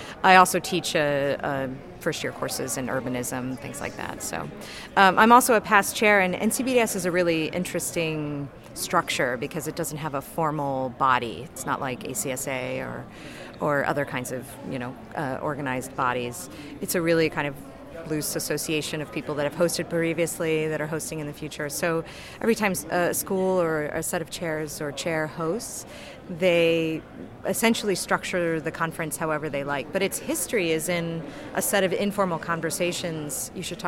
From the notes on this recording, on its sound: Live from day two of NCBDS 31. Special "live" conference podcasts.